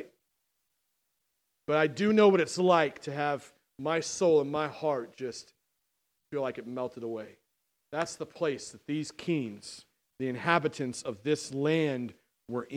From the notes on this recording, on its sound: on October 13th, 2019 at The Well, an Acts 29 and Converge Heartland Church in Hastings, NE